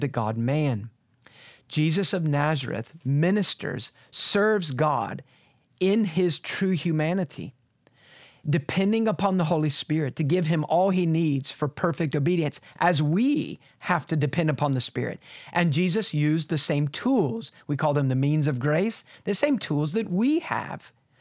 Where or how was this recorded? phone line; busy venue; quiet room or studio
quiet room or studio